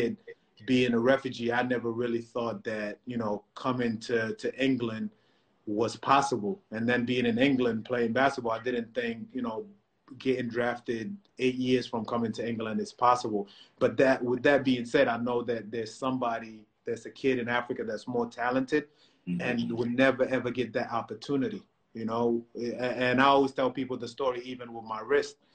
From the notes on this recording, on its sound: Instagram live discussions